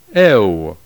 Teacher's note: a glide from the sound of short E to that of short U · Term: diphthong EU